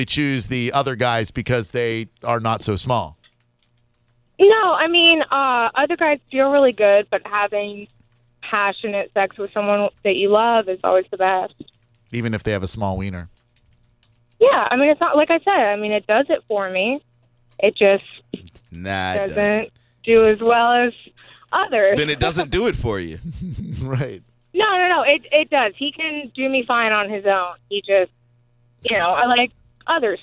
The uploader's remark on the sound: We had a Dream Expert on the phone